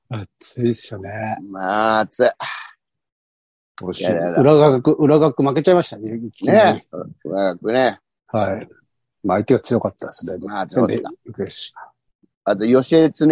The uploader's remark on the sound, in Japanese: ZOOMで収録